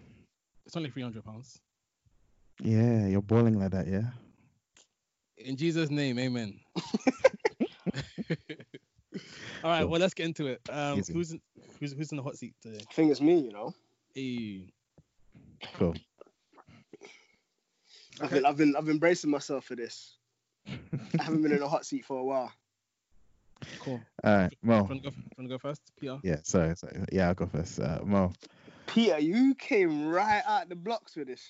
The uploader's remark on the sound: Full furnace on nigh full lockdown again this week bringing you another episode via the magic of skype.